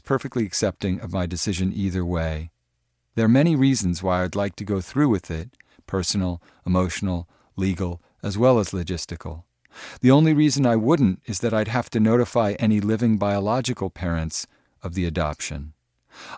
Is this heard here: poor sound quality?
no